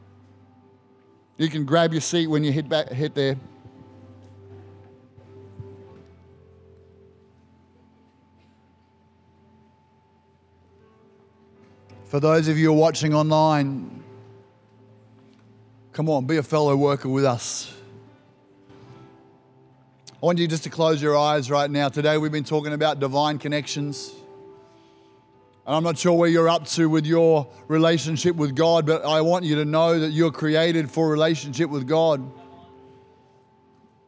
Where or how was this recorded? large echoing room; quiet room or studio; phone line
large echoing room